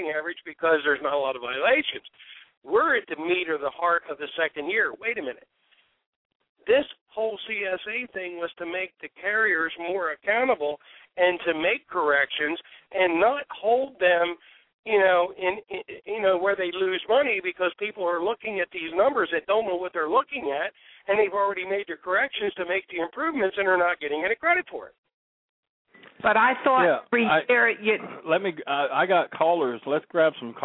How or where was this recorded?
phone line